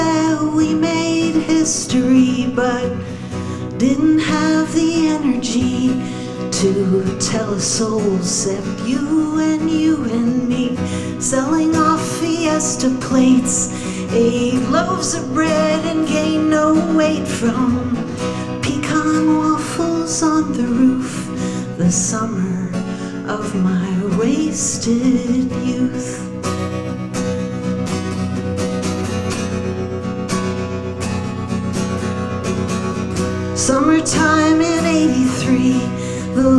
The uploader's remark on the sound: LIVE FROM NEW YORK! It's our first live show! At CaveatNYC!